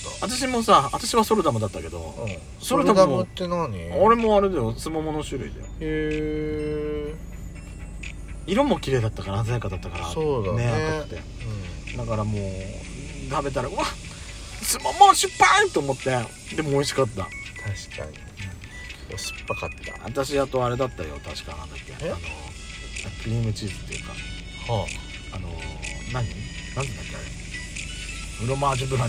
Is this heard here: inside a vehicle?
yes